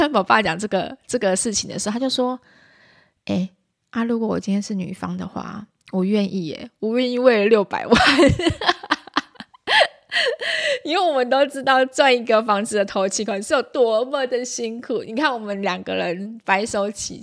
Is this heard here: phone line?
no